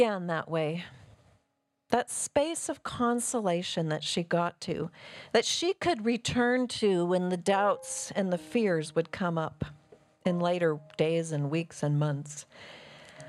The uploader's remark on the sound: We have a special compline service this week, recorded on December 15 and 16 in our Renewing Chapel in Mill Creek, WA.